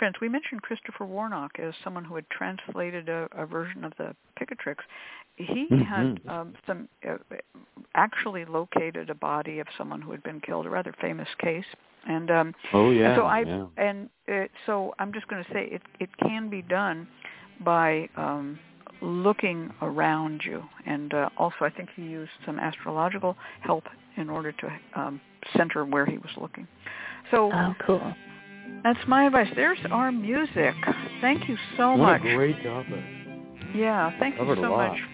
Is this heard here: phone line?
yes